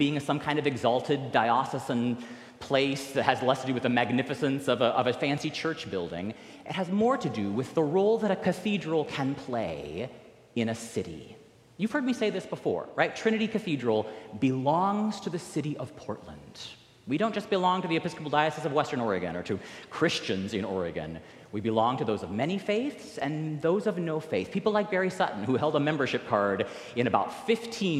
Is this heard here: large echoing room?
yes